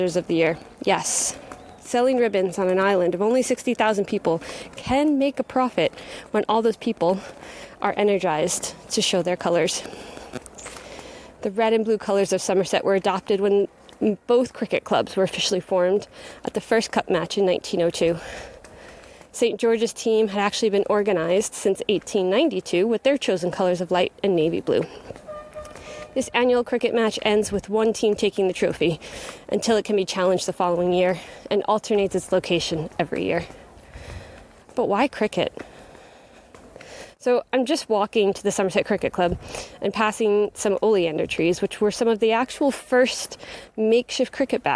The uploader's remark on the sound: LIVE at Cupmatch in Bermuda. I bring you live to the colourful event that is cupmatch - Bermuda's biggest holiday and annual cricket match between teams at either end of the island.